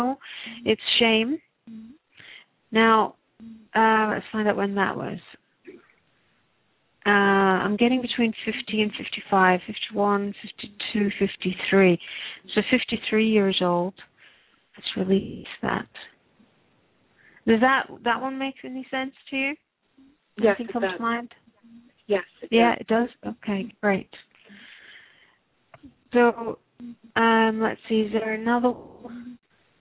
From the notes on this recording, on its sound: Takes your calls for healing live today!